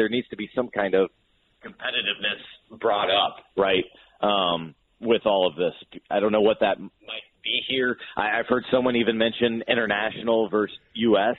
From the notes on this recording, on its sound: calls in to the show